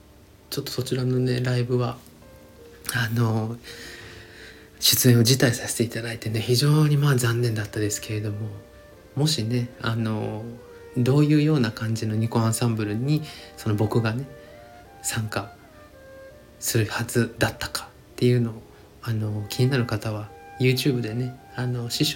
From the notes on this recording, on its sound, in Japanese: スタンドFMのアプリを使って回しっぱなしで収録しております。BGMが大き過ぎる箇所もあるかもしれませんがご了承ください。